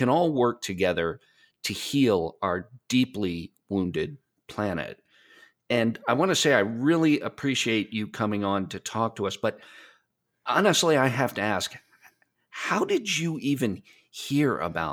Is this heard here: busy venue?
no